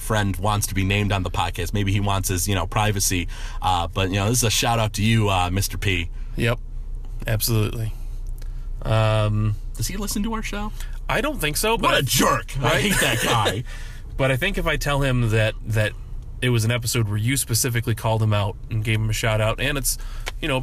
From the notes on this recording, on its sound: Recorded live